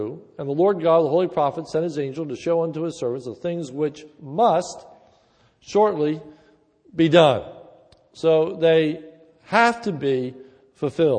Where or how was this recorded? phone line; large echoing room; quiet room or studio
large echoing room